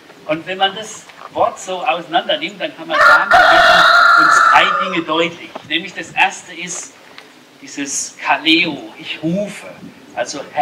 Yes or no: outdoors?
yes